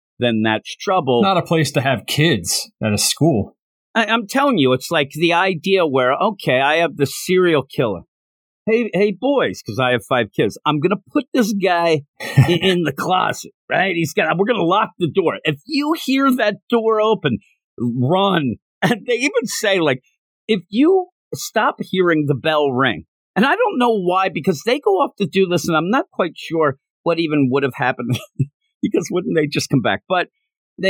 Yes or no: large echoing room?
no